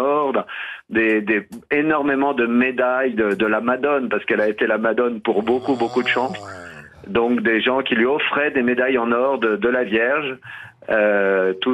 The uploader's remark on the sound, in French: au téléphone des Grosses Têtes